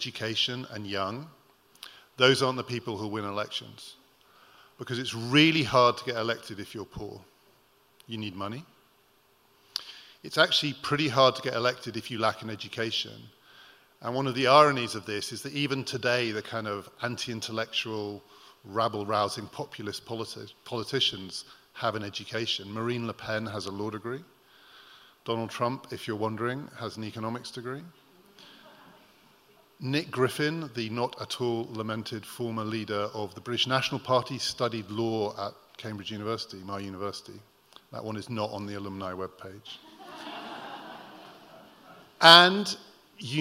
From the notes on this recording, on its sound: Recorded at The Tabernacle in London in May 2018.